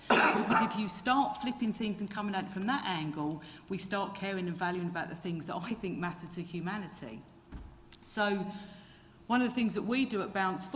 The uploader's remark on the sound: In this public event.